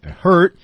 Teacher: 重点在 it hurt 要加重音